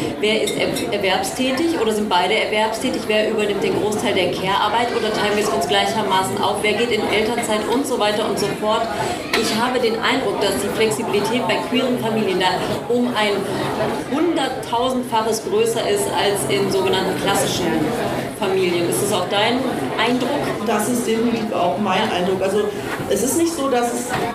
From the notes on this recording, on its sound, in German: Live auf der Bühne